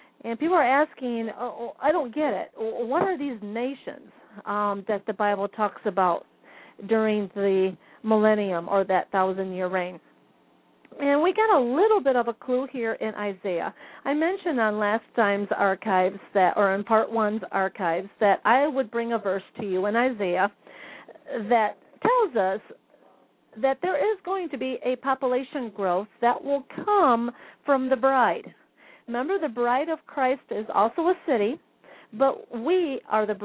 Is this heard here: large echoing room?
no